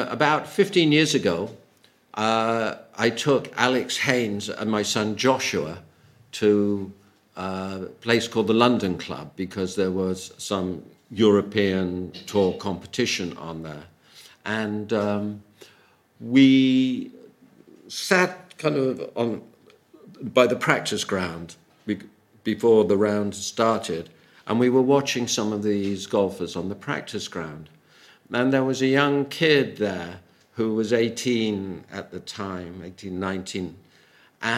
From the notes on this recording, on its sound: Audio from a sermon in Hatch End